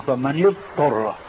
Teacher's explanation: اليوم المصريون وغيرهم يقولون: فمن يضطر، فكأنهم أضغموا الضاد بالطاء، بينما الضاد حرف رخو والطاء حرف استعلاء، فأدغموا الضاد الرخوة بالطاء